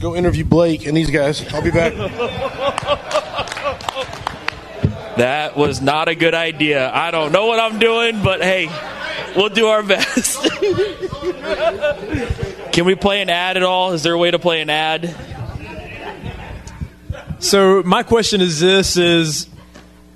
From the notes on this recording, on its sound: Live from the Daggum Fire Conference. Many guests and so many great questions at this live event.